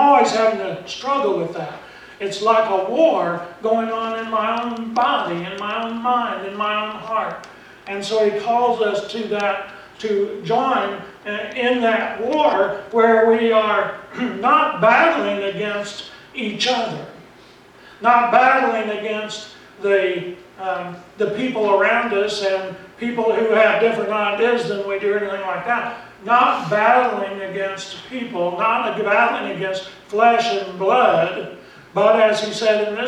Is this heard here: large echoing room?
yes